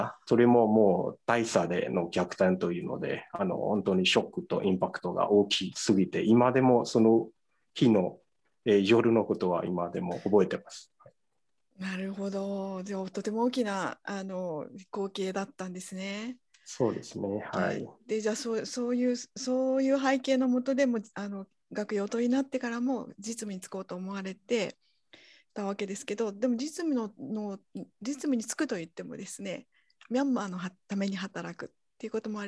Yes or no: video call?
yes